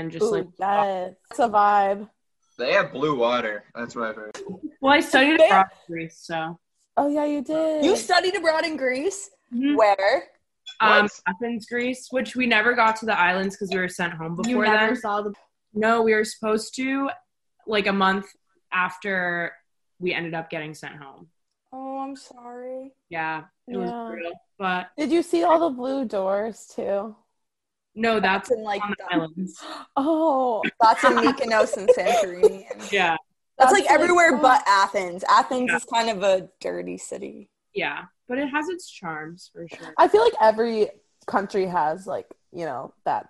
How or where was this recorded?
video call